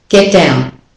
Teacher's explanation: And because they're made in the same place, and the only difference is the D has voice in the throat and the T doesn't, it's just air, you can elide or get rid of the T at the end of the first word.